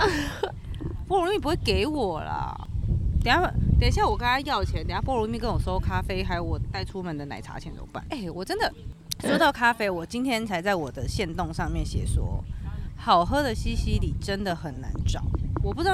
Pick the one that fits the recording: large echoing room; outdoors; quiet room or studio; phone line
outdoors